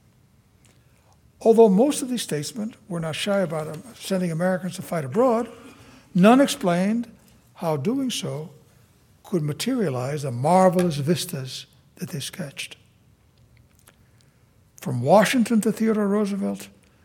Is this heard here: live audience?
yes